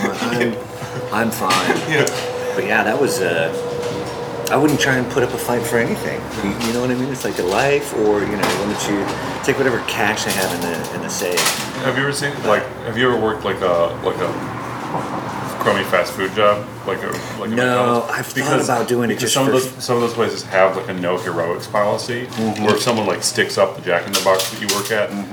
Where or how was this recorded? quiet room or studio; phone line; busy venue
busy venue